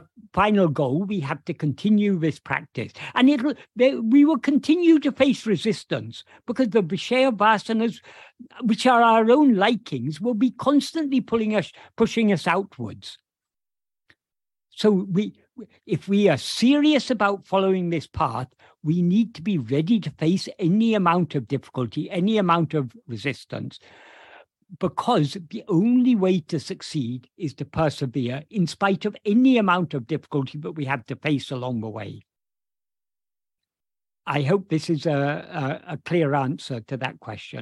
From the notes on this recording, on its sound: In a Zoom meeting of the ‘Ramana Maharshi Foundation UK’ on 28th January 2023